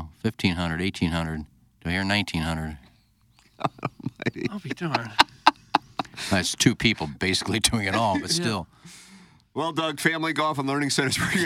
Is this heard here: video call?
no